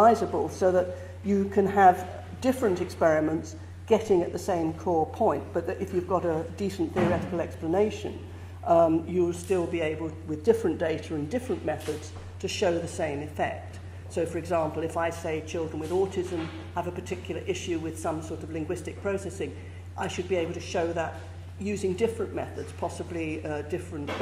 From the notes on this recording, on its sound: Gives a talk for the Oxford Reproducibility School, held on Wednesday, September 27, 2017, in the Sherrington Lecture Theatre, University of Oxford.